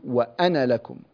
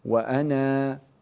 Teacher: هذه الألف في أنا لابد أن تحذف هنا إذا وصلنا · Shown in: first take · فنقول وأنا لكم، أما إذا وقفنا نقول وأنا.